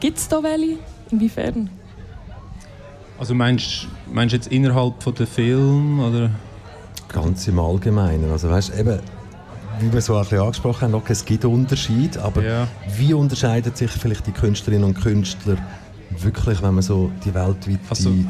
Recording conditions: busy venue